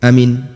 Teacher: hamzah dibaca pendek, mimnya tidak ditasydid